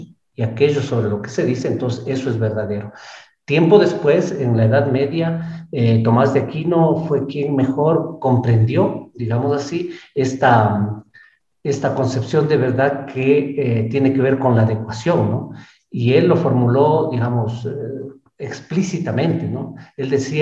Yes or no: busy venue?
no